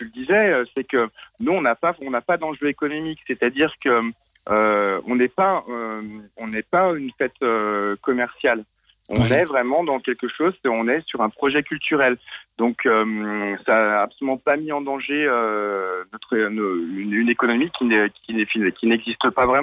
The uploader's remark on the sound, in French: Nos invités sont (au téléphone)